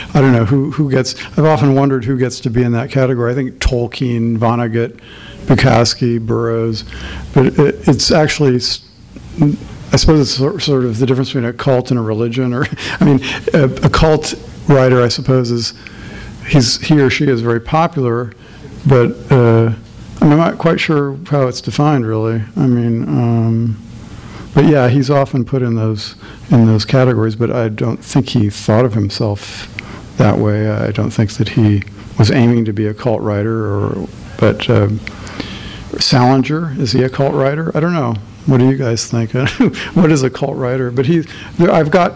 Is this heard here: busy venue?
yes